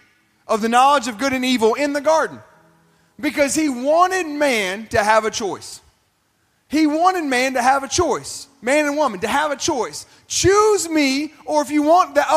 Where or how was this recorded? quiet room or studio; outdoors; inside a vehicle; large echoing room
large echoing room